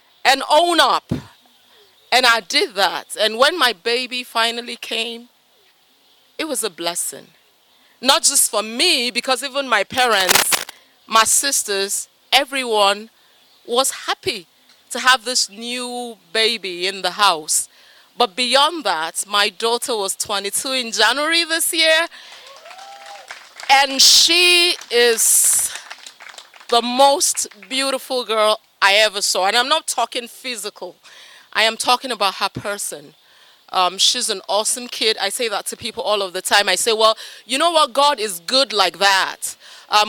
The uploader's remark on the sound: A story from our Truth and Consequences live show on choices, and a story from our Journeys live show.